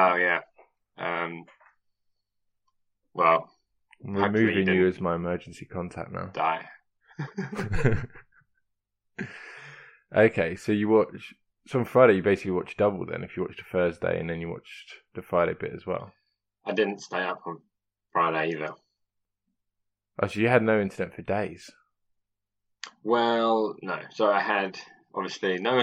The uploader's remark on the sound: Sadly, there were some sound quality issues with this one, we've done what we can to fix them but we don't really know anything about audio editing so it's still not ideal.